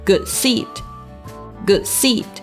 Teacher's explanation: good 和 seat 在读的时候，这个 good 的 d 要做一个失爆处理